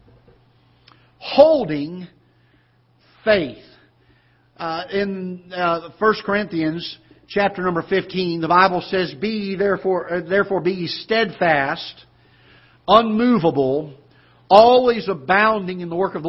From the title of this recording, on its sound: Ketha Heights Baptist Church ~ Live Broadcast